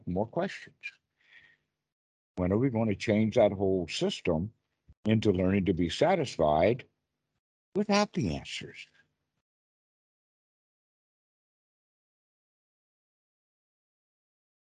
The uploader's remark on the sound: skype calls